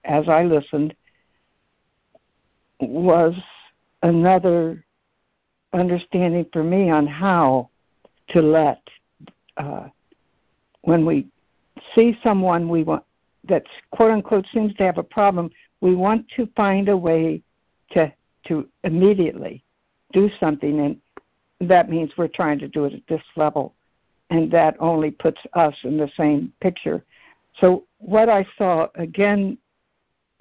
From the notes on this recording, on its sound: ACIM Daily Conference Call